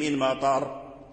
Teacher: الراء مكسورة إذا وقفنا عليها نقف عليها بالتفخيم